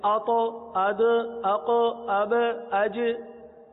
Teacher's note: قلقلہ صغرا یعنی ساکنہ قلقلہ، اس قلقلے میں آواز فوراً لوٹتی بھی آتی ہے